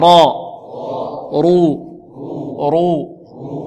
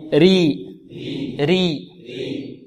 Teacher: لأنها مفتوحة. إذن الراء المفتوحة مفخمة، والراء المضموم مفخمة · Shown in: first take · Term: التفخيم